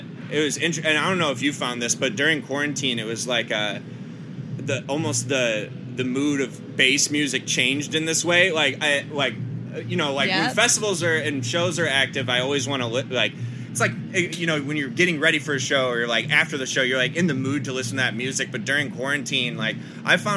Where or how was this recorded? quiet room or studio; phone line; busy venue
busy venue